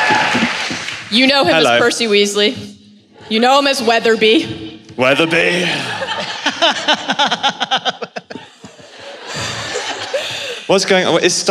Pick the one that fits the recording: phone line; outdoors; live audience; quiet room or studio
live audience